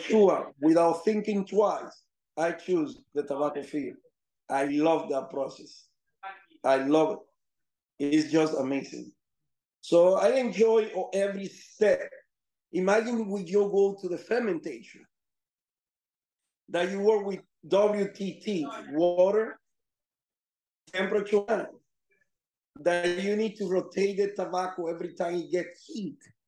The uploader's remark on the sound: This is recorded from a video conference call, so the audio quality is not up to our usual H6 and Shure SM7B standard.